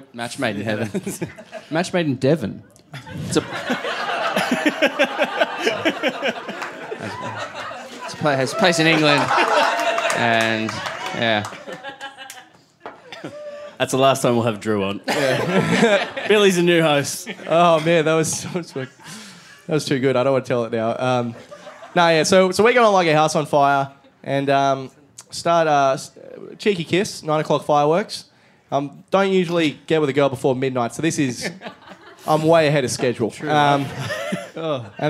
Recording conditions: live audience